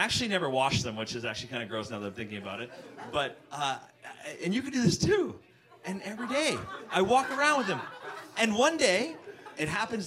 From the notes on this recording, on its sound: Bottom Of The Barrel LIVE at the Comedy Bar!! - Toronto.